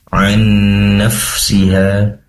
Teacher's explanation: Pastikan dimaksimalkan tenggorokan bagian tengah, karena disitulah tempat keluarnya huruf ain.